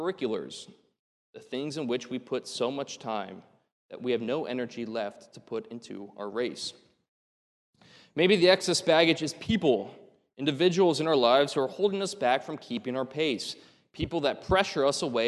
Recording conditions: large echoing room